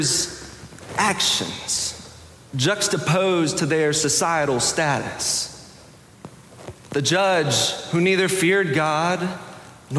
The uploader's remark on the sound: Preached October 16, 2022 in the Sanctuary Worship Service.